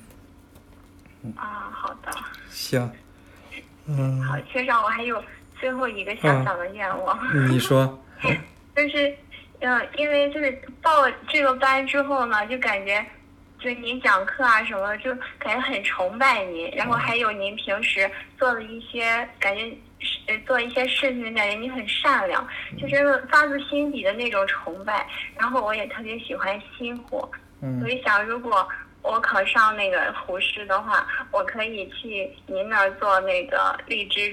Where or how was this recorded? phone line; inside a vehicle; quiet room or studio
phone line